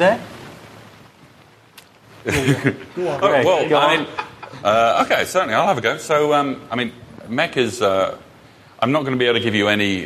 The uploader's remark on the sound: DevConnections Live Episode. Recorded with a live audience at DevConnections 2013 in Las Vegas. Participant Q.